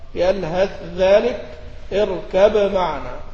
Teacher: وأظهر التاء عند الذال من يلهث ذلك، والباء عند الميم من اركب معنا · Term: بالإظهار